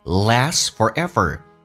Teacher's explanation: last 的 T 也不发音。名词发音当中叫 last,美式发音发 A 这个发音叫 last. · Term: 略音